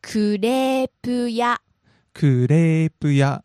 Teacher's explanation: So it rises on the レ · Term: pitch accent